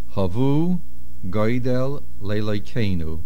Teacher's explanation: Goidel, the main accent is on the Gimel.